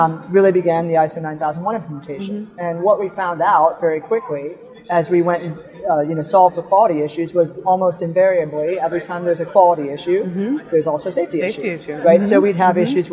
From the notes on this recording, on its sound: live on the Expo floor of the NSC Congress